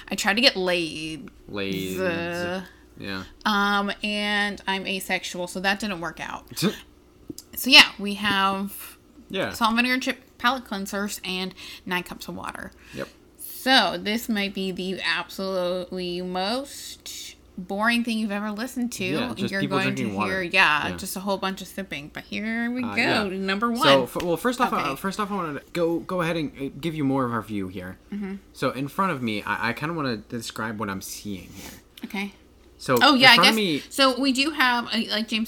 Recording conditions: background noise